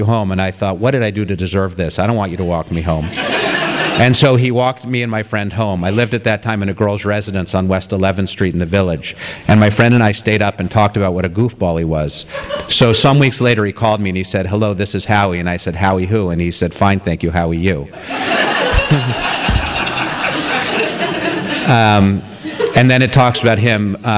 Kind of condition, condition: setting, live audience